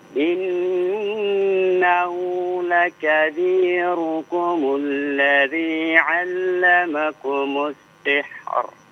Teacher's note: Allazi dua harokat saja, jangan terlalu panjang ya, di depannya ain bukan alif atau hamzah.